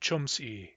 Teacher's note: But chums is a short stem, so e is long in chums e. · Term: weak long vowels